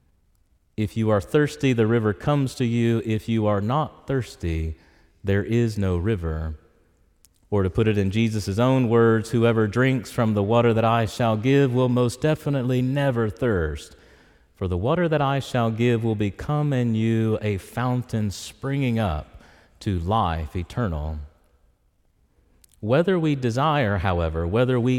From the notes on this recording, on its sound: preached in Church of the Ascension on Sunday, October 15, 2023